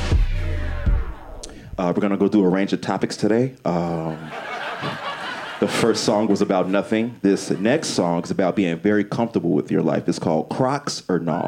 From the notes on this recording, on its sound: Performed Live at The Green Mill for the live magazine "The Paper Machete".